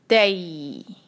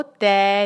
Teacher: تا پہ ہے فتحہ اور اس کے بعد جو ہے یا ساکن، مدلین کریں گے تئی. ذرا سے اس کو ہم ہلکا سا اسٹریچ کرتے ہیں، جس کو آپ جو ہے ون اینڈ ہیف حرکہ کہہ سکتے ہیں · Shown in: first take · تو اتنا ہم اسٹریچ کریں گے تئی.